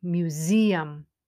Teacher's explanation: the stress is on the zeum · Term: word stress